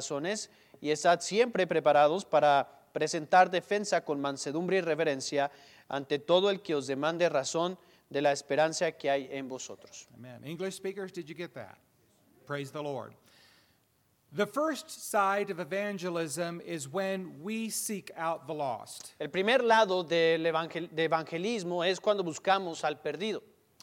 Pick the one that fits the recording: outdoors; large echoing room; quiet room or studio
large echoing room